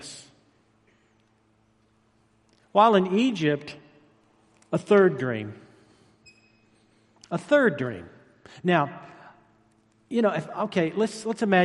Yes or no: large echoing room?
yes